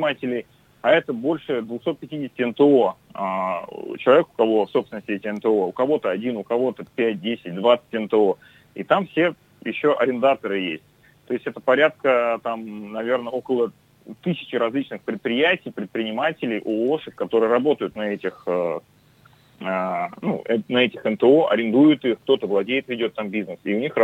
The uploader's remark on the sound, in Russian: По телефону